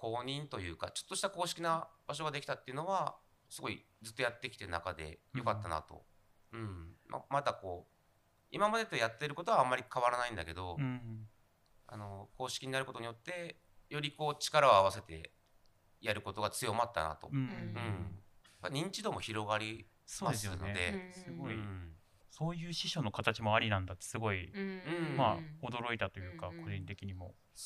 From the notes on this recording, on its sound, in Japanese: はじめてのオフライン収録につき、音声が小さめです。ごめんなさい！！